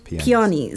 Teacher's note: Peonies, okay. And you kind of almost barely say the O